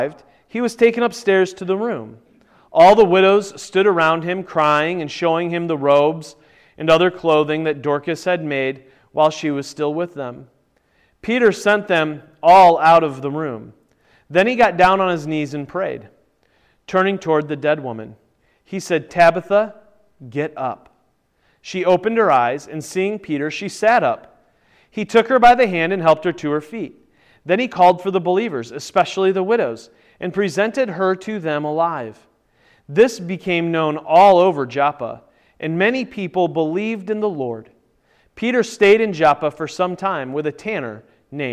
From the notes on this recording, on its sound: Originally recorded at Peace Presbyterian Church in Flint, MI.